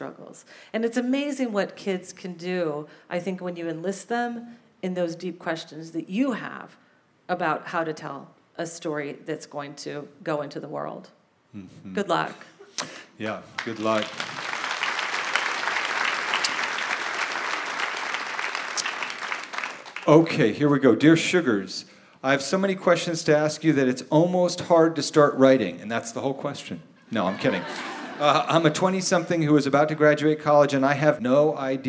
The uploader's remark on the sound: Record the show in front of a live audience at Revolution Hall in Portland, OR.